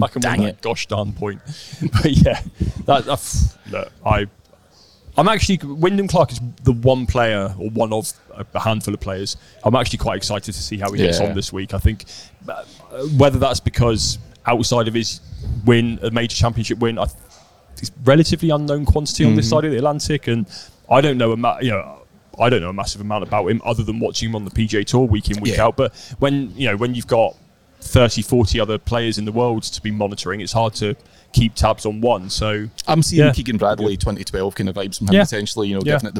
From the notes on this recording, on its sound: LIVE from Rome. Live from Marco Simone Golf & Country Club.